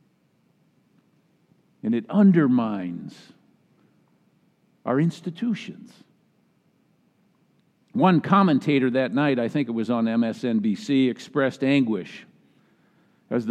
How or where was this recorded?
large echoing room